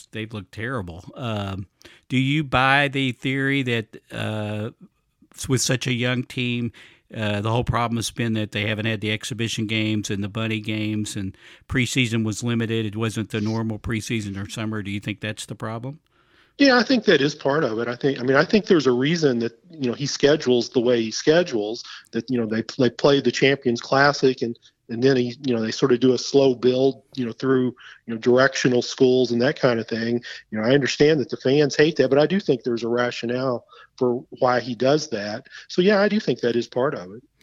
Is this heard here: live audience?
no